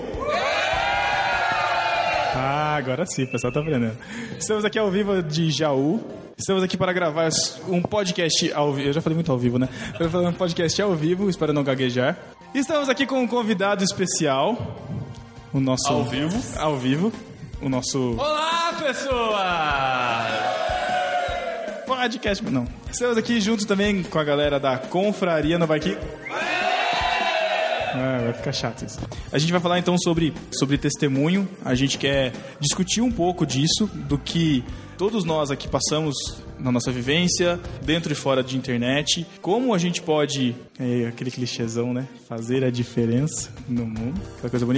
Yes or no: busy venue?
yes